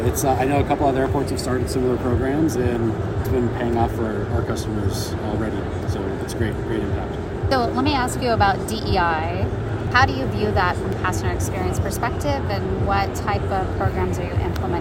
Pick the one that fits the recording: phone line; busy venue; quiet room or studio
busy venue